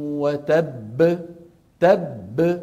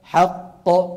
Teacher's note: فالأول منهما مدغم والثاني مقلقل فلا حاجة إلى النبر هنا · Term: حرف القلقلة المشدد